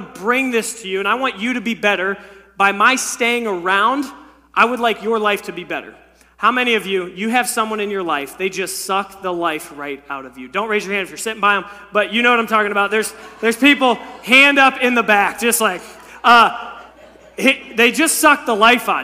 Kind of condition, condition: setting, large echoing room